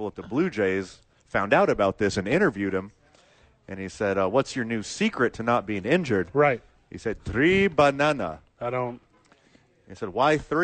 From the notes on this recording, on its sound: live from the Duke's Store